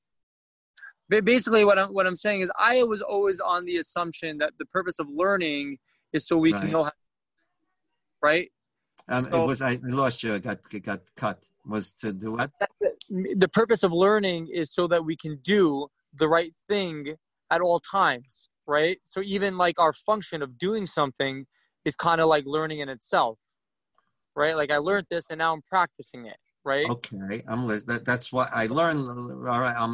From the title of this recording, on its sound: Live On Zoom